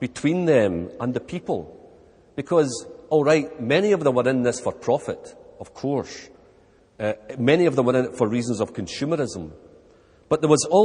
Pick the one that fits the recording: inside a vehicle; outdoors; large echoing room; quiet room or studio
large echoing room